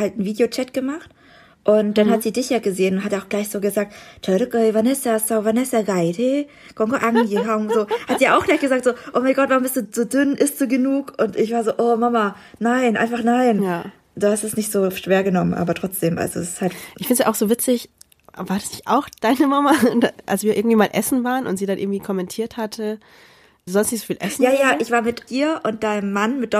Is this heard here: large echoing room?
no